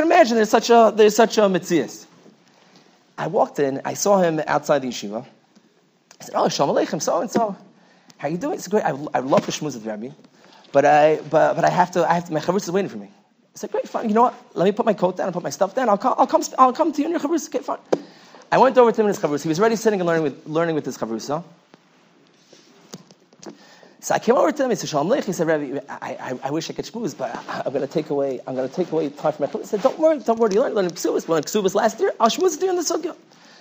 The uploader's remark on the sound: Night Seder Thursday Night. Shiur recorded in Yeshivas Ohr Reuven, Monsey, NY.